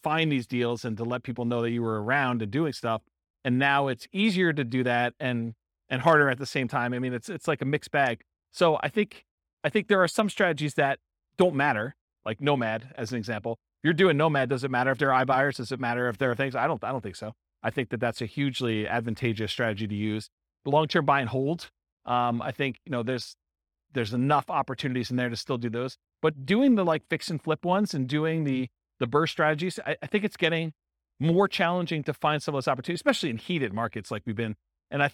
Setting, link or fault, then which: setting, live audience